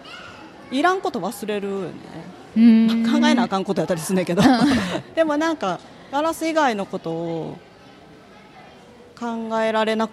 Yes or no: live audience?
yes